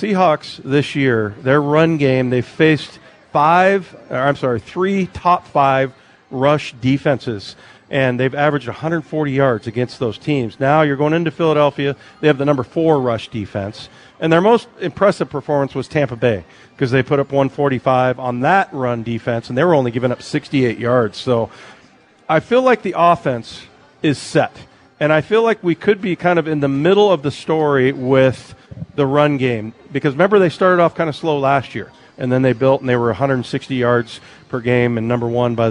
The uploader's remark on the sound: live at Snoqualmie Casino